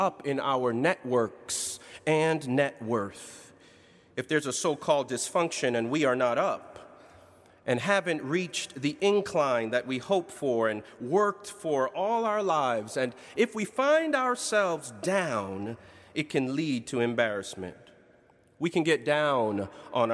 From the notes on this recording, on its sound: In Duke Chapel on April 14, 2019.